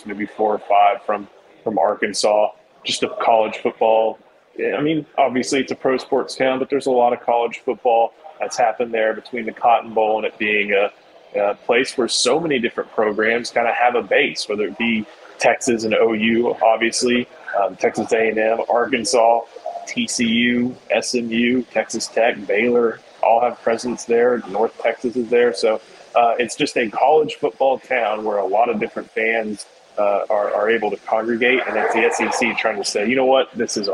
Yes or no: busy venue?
yes